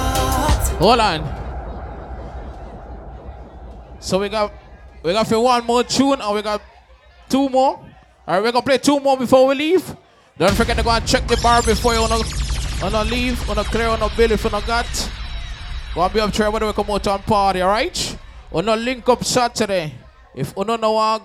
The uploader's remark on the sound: Live Inside Moneta Night Club - San Pedro For Ladies Night - Wednesday August 23rd, 2023